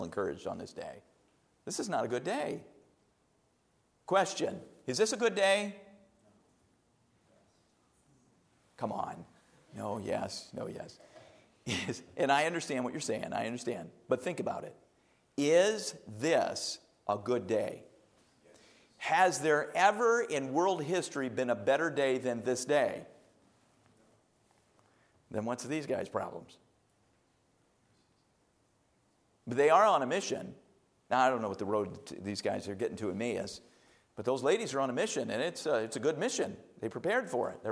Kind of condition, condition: setting, large echoing room